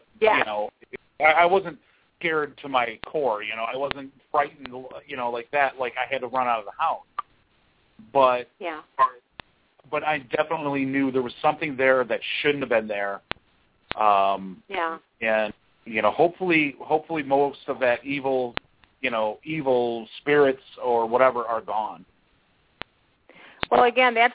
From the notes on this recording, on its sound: This is a live call in show